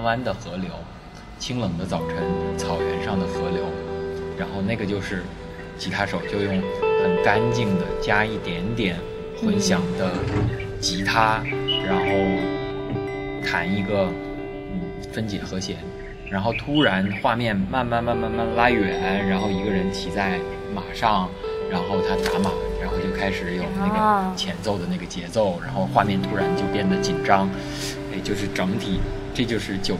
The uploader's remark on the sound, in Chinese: 这次的播客是在一见图书馆的露台录制的。我们刻意的没有抹去环境音的真实。听到那些沿街驶过的汽车，树上的鸟叫声，吹过露台的风，那些你不曾注意的声音。